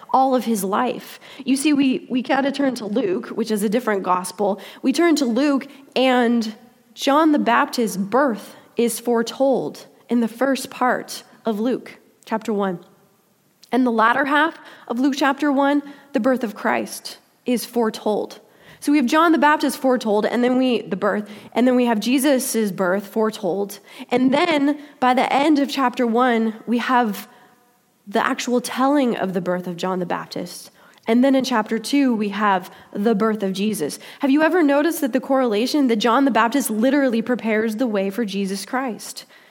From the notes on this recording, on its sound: Delivered during the Contemporary Worship service.